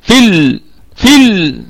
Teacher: حذفت هذه الياء أو المد الطبيعي، حذف وصلا للتخلص من التقاء الساكنين، لأن اللام الهمزة ساقطة وصلا.